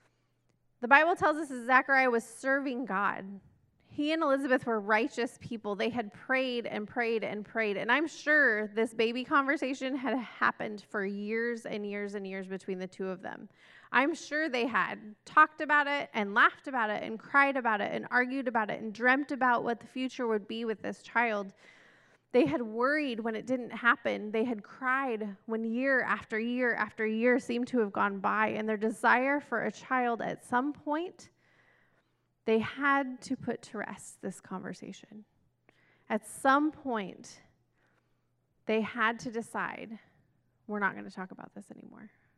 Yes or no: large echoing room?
yes